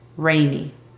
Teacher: Necesita ser colocando la lengua en la parte posterior del paladar.